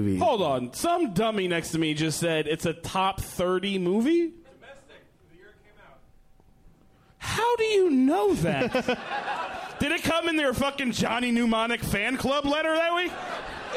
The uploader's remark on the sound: Live from Hyena's in Dallas